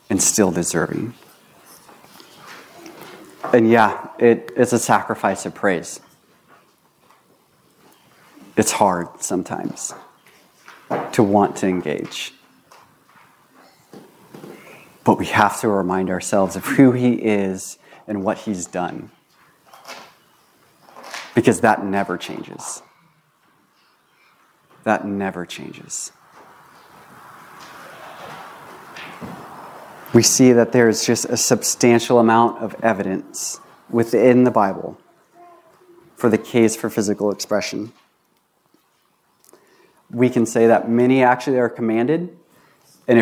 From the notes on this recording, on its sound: This was recorded on May 1, 2022 at Bethel Church in Ridgefield, Wa.